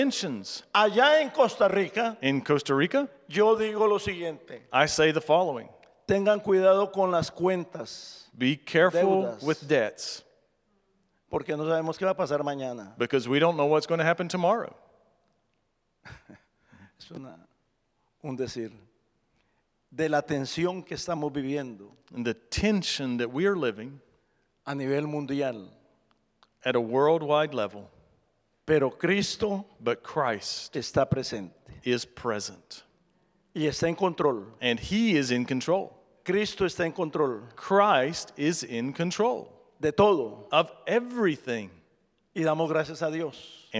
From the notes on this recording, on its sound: presented by Asbury Seminary Kentucky Chapel, recorded on Tuesday, April 25, 2023 at Asbury Theological Seminary's Kentucky campus